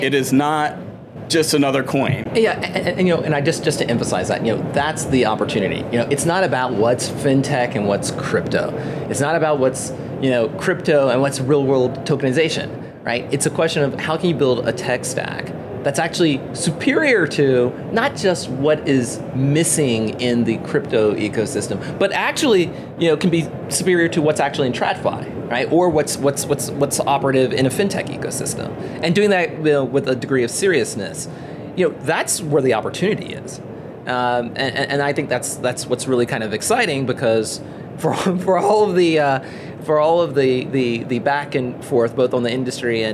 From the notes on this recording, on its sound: is at the Money 20/20 Conference in Las Vegas